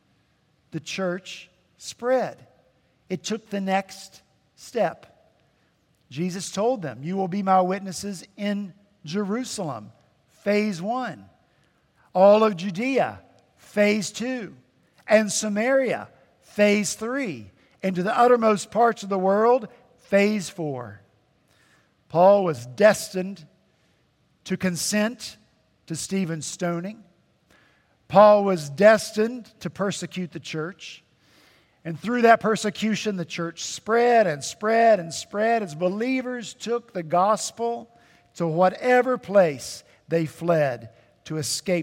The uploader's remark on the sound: At Redeemer Presbyterian Church in Charleston, SC